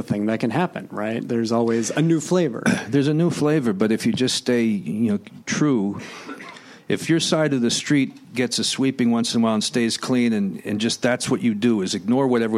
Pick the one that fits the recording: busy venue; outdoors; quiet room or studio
busy venue